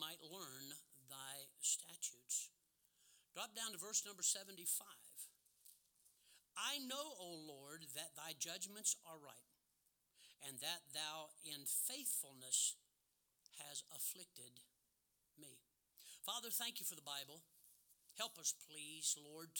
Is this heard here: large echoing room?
yes